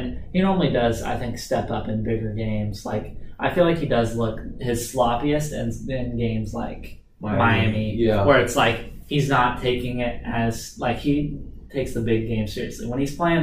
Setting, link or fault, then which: fault, poor microphone